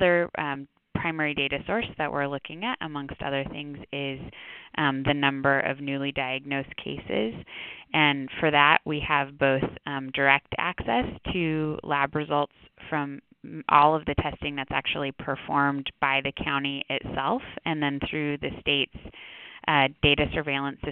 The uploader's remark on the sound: Telephone Town Hall - August 23